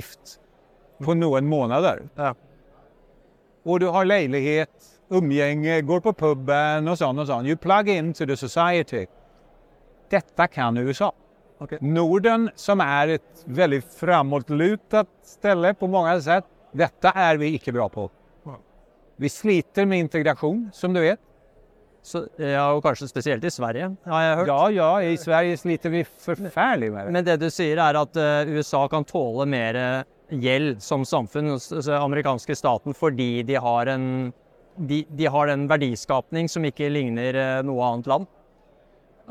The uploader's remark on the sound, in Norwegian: live fra Oslo Business Forum